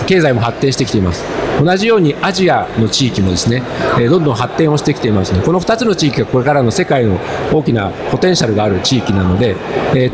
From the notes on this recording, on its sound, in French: DigiClub Special Edition : En Direct de Paris. Nous avons interviewé au salon VivaTech 2023.